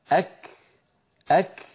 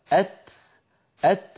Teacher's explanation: الكاف هكذا أك أك بعد الشدة همس، والتاء هكذا أت أت شدة فهمس، أما مبتورة هكذا أت · Term: شديدة مهموسة